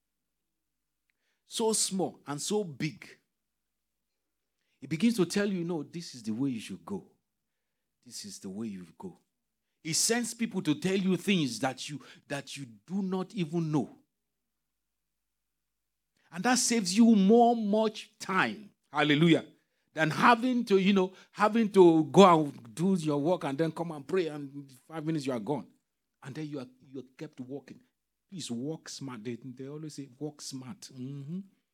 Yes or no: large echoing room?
yes